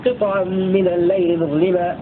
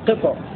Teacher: قطع سكون الطاء مع القلقلة